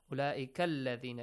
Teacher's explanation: Directly, kaf will be joined or connected to the letter lam. الَّذِينَ ends with noon sound, with fatha, na, and the next word starts with hamzatul wasl.